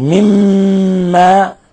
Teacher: إضغام مثلين صغير أضغمنا الميم في الميم